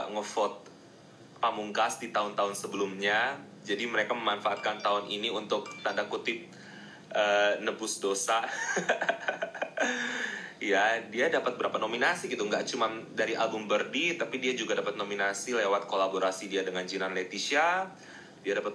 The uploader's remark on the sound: Instagram Live Session